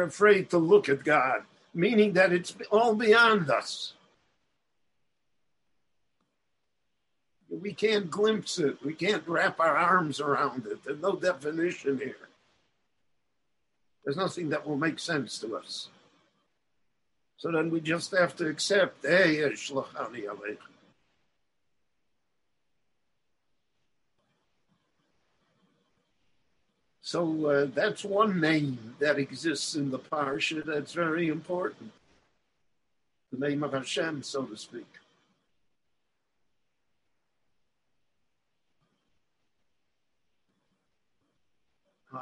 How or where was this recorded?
video call